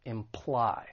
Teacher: it has two syllables. The stress is on the second syllable